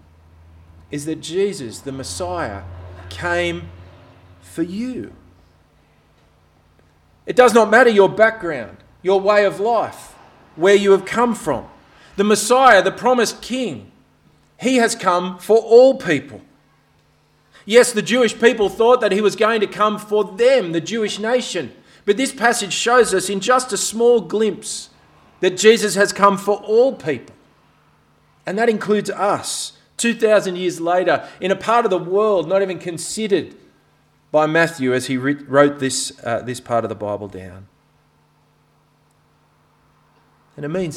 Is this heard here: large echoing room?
yes